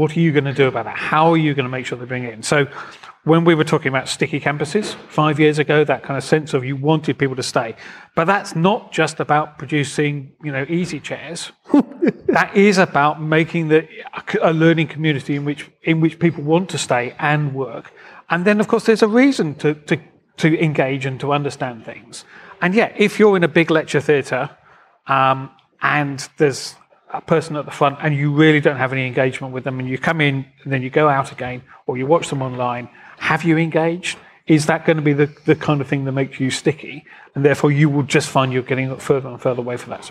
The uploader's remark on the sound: we’re live at our Secret Life of Students event in London